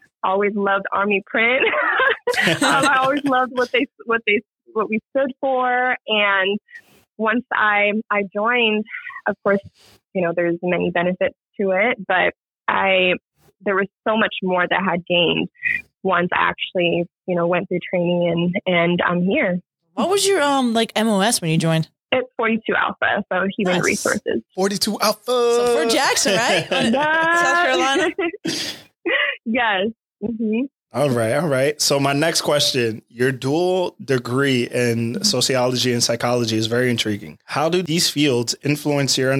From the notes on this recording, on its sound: we have a phone call with the remarkable